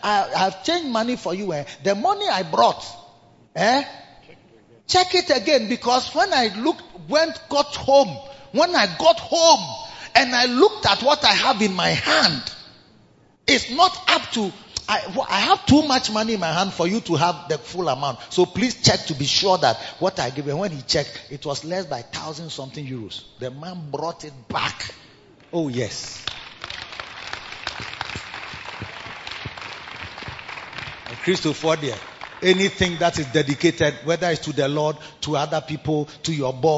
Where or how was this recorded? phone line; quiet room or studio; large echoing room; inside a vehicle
large echoing room